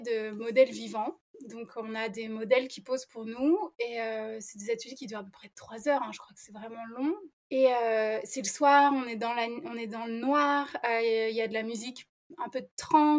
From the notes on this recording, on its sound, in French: Mon micro ne fonctionnait pas le jour de l'enregistrement, ce qui explique la qualité de son pourrie !